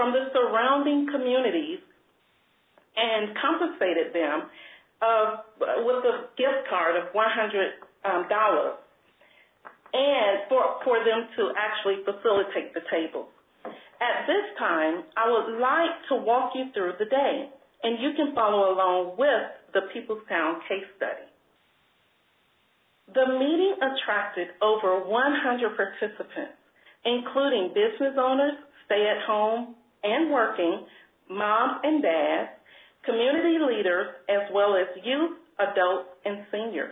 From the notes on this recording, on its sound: an hour-long conference call